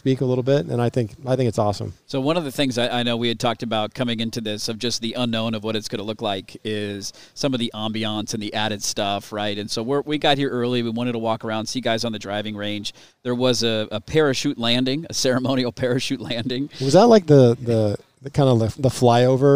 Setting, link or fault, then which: setting, outdoors